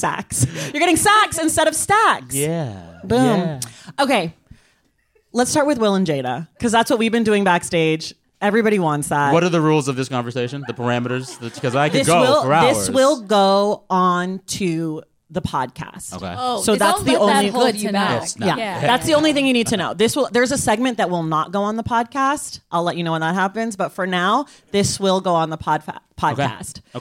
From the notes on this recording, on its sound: This edition of The Stacks Unabridged features audio from our Los Angeles stop on the Live in The Stacks tour.